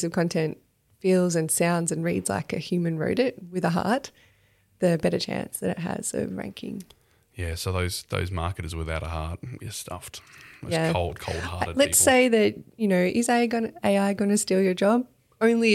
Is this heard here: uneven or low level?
no